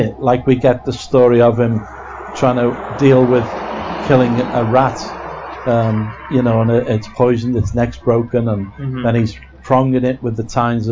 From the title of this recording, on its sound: From PKD Fest 2019